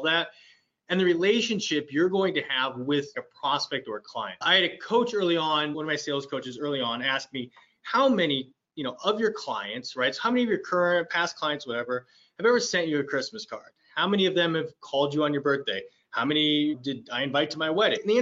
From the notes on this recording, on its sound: we're bringing you the audio from a previous webinar